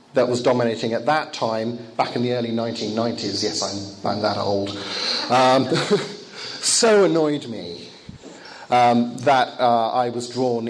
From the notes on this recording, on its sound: Lecture given in Bulgaria, 2014.